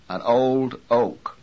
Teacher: If you said an old oak instead of an old oak, you had to stop the vocal cord vibration quickly after the D in old before beginning oak · Term: glottal stop